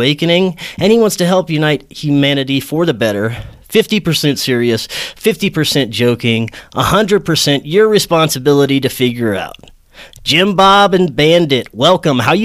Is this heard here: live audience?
no